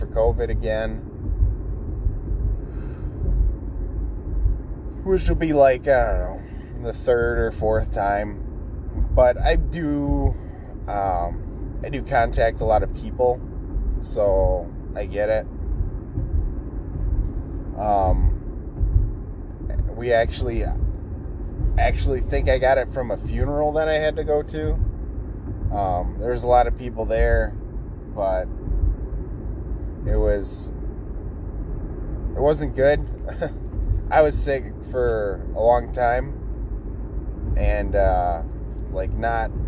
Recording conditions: background noise